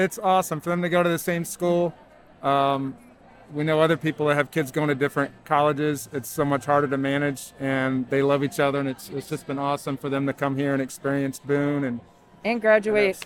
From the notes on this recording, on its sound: In-person commencement ceremonies are back at Appalachian. Witness the sights and sounds of Spring 2021 Commencement.